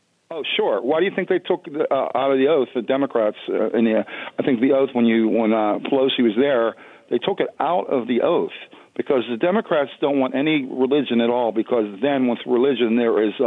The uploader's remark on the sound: takes your calls in Open Phones Across America